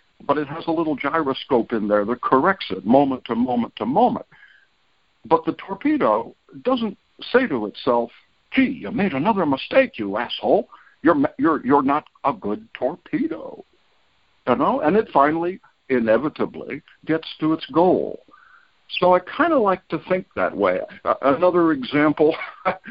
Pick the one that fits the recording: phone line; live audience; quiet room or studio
phone line